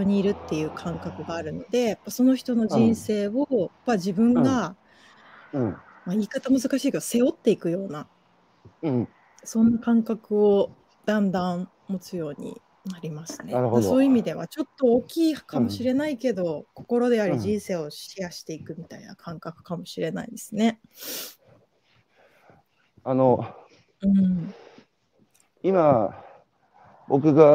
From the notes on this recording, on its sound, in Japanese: 歩きながら1時間、対談する